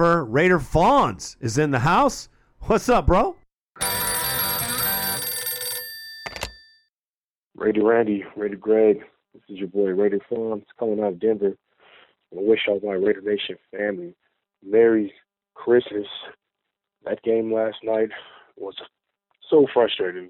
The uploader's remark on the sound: Raider Nation “Boneline” Call-in Segment